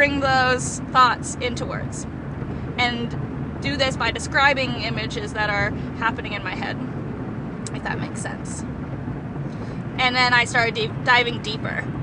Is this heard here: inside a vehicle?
yes